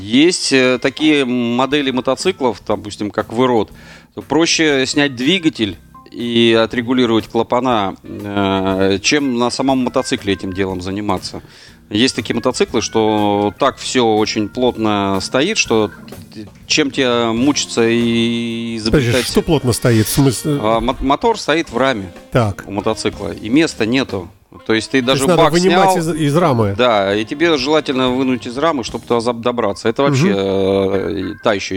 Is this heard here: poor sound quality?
no